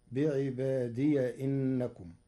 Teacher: فقرأ ورش بفتح ياء الإضافة وصلا فتصير بعبادي إنكم